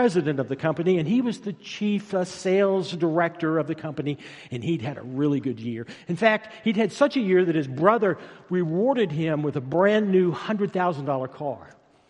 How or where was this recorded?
large echoing room